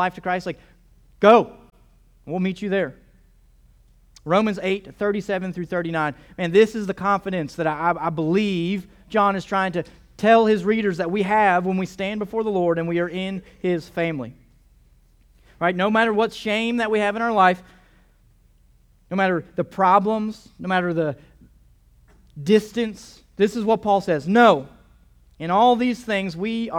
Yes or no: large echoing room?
yes